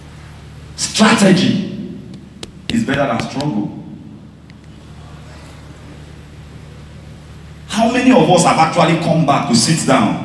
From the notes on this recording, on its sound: This is a message I preached on the 14th July 2019, I had the privilege to share this at our Sunrise service.